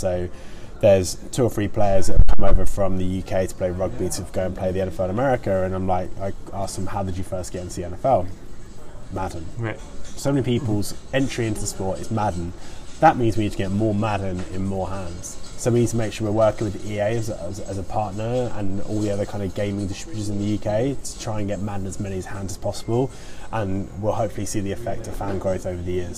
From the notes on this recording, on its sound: at the SportsPro Media Fan conference at the new Tottenham Hotspur stadium on London in September 2019